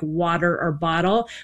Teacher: the way we flap the T to make it more D-like in words like water or bottle